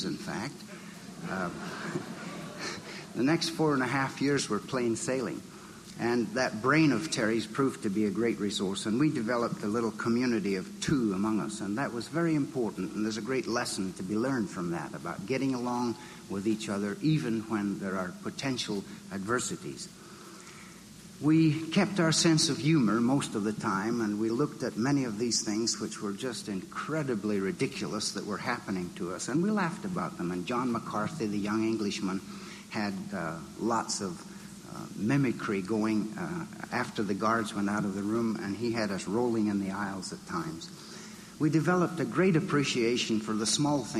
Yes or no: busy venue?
yes